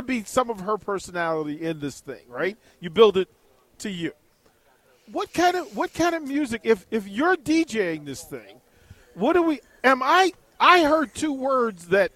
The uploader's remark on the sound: LIVE at CHI Health Center